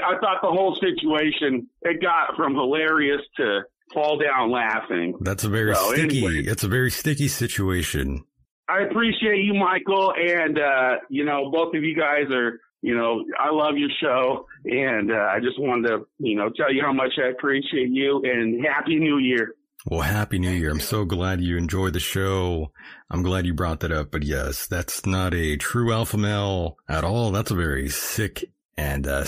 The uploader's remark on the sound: A mix of phone calls